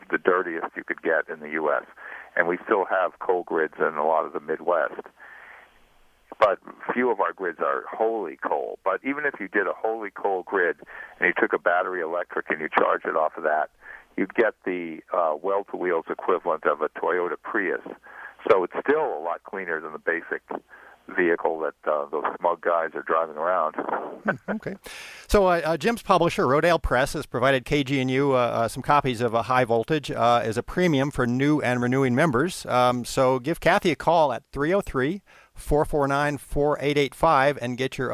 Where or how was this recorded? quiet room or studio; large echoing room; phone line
phone line